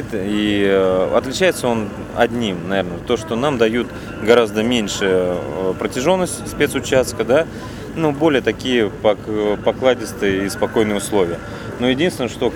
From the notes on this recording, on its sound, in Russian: Выпуск записан на территории Мавритании во время ралли-марафона AFRICA ECO RACE 2016.